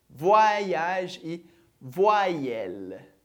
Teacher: a gente vai ter o wa com mais um som de i depois. Então, por isso que a gente tem voyage ou voyelle.